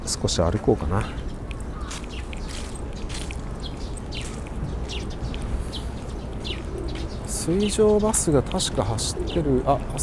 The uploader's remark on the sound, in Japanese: 浅草寺をスタートして花やしき方面、六区ブロードウェイ商店街へ、雷門に戻ってそこから隅田川方面に行って収録してきました。